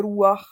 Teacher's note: Chatův znamená jako vkradený, vplížený, jo, pozor, jo, už jsem, myslím, mluvila v tom slově ruach, což je duch, tak ruach, není rucha, je ruach a to je zase vplížený patach